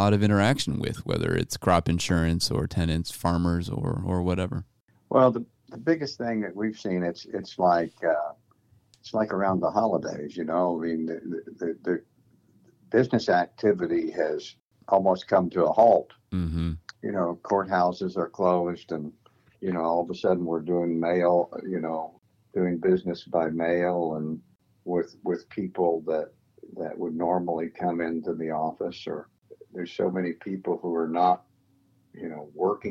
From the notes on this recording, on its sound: Checking in via phone with growers from Missouri on up to Canada.